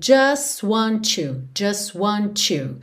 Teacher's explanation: o just, a gente não ouve o som do T, já vai direto do S pro want. Want com you, com aquele to.